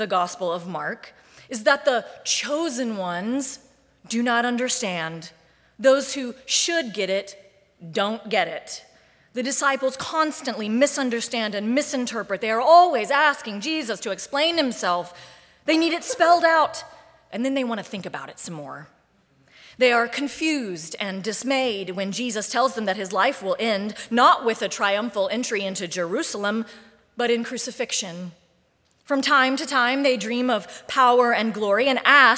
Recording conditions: large echoing room